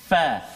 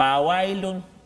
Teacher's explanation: mana gigi kacik kita ni, gigi kacik depan ni, dia sentuh perut bibir bawah · Shown in: first take · Term: huruf fa